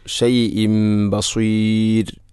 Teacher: ബികുല്ലി ഷൈഇം ബസീർ, അവിടെ ഷൈഇൻ എന്ന തൻവീന് ശേഷം ബ വന്നാൽ ഇഖ്ലാബ് എന്നതാണ്. തൻവീനിനെ മീമാക്കി മാറ്റുന്നു. ഷൈഇം ബസീർ.